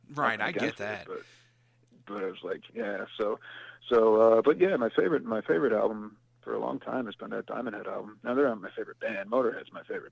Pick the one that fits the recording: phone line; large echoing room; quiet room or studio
phone line